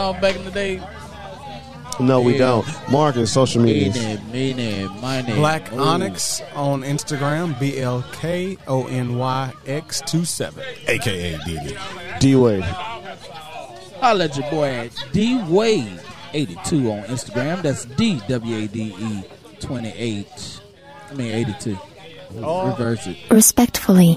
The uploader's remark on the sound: We are coming to you live from "The Groove" here in Nashville, TN. We interviewed several people and tried many beers at the bottle share.